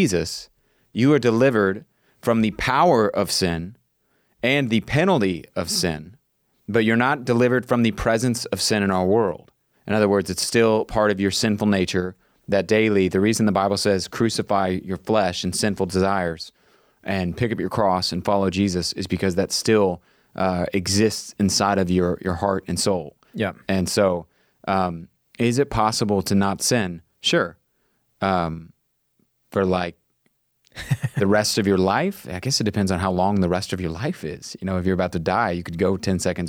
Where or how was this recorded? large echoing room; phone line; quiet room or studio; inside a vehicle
quiet room or studio